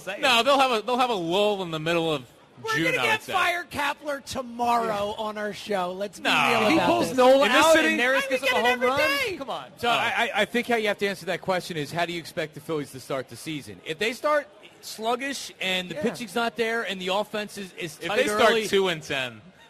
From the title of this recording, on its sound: Live from Chickie's